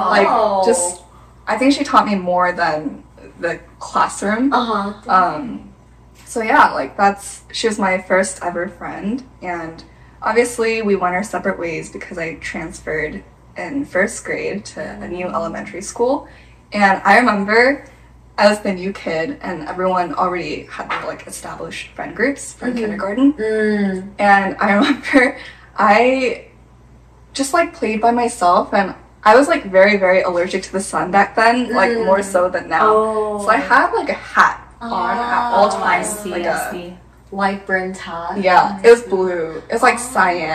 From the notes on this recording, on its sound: We apologize for the audio quality this episode. We forgot to hit “record” on the podcast system.